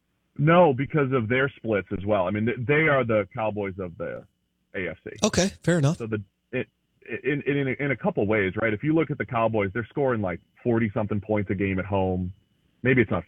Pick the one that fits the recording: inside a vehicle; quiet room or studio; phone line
phone line